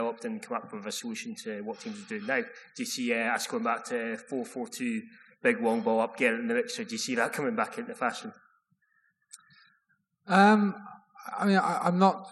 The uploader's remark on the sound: A live recording of our Q&A event in Edinburgh. Took questions from the audience.